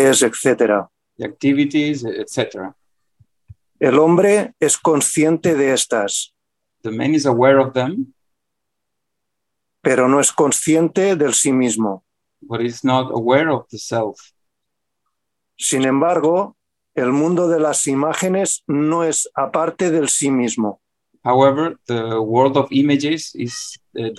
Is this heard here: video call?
yes